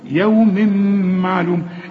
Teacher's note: التنوين اللي بعده ميم، اوعى تنسى تغن